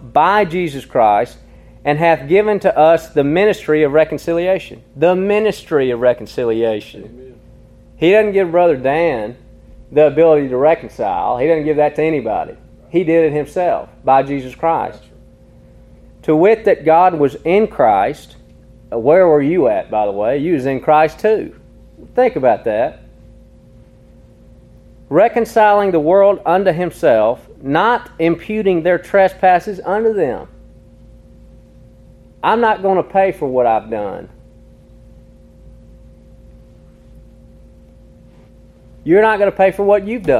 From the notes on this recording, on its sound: Recorded in an afternoon service at Harmony PBC.